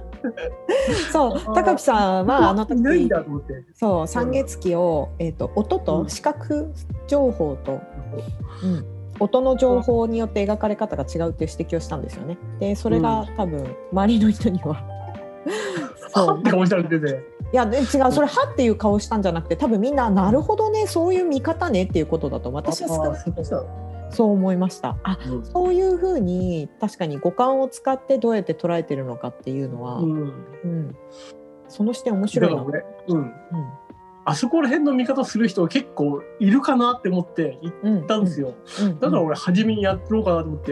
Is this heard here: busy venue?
no